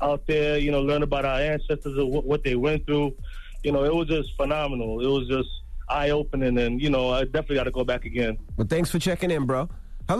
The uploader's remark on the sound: We opened up the phone lines. We let our callers get off their chest.